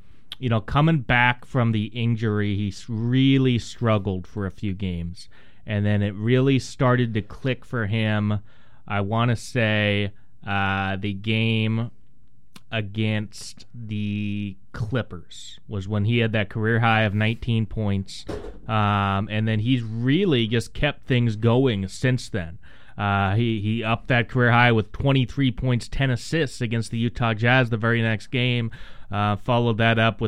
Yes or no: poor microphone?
no